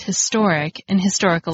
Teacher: if you said the words historic and historical alone, you would hear the H sound, so you should say ahistoric and ahistorical.